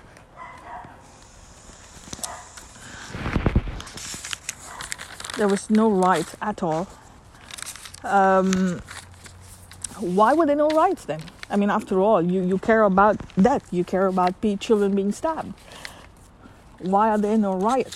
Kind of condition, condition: fault, sounds in the background